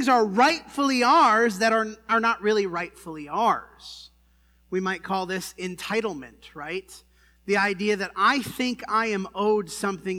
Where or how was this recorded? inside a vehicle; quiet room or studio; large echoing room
large echoing room